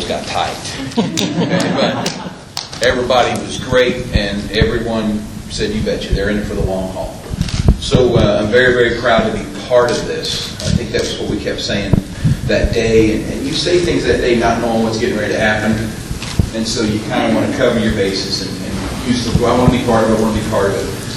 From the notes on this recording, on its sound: Press Conference Interview – Nashville, TN – Bridgestone Arena. Joined the Nashville, TN media along with the other media who traveled.